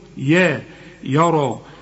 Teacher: الراء هي المفخمة والمد كمان بتاعها مفخم، والياء طبعا عليها المد علشان بعدها همزة.